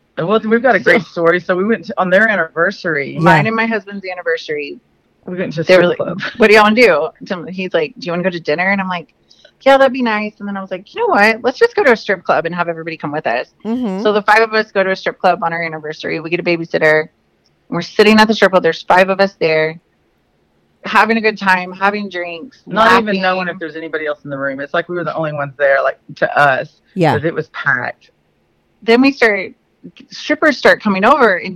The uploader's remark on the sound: they call in to talk all about it